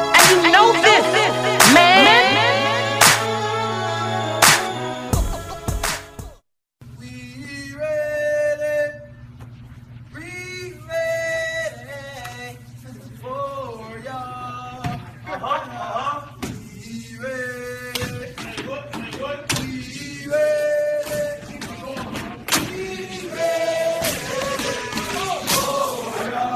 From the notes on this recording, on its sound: live from Monte De Rei Mexican Restaurant in Kernersville